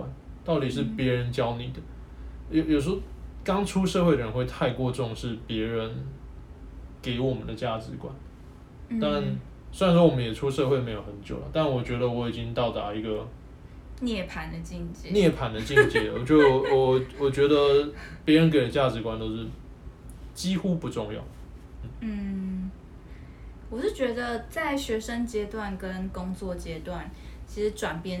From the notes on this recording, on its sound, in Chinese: 這一集是我們在IG直播留下來的音檔，雜音多一些些，還請大家見諒。